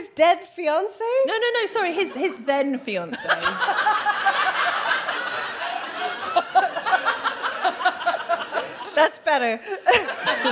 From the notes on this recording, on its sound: The gang are back at their London residency at 21Soho. We hear from a member of the audience.